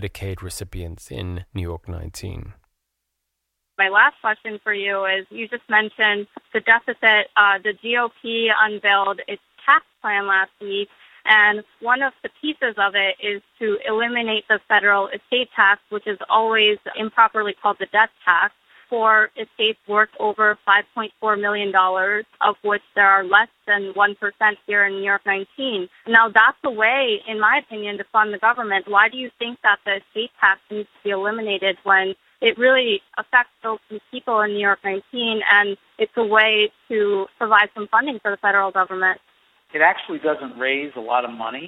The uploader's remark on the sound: via telephone